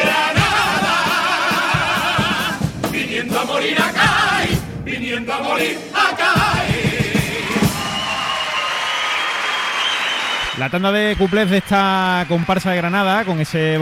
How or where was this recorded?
live audience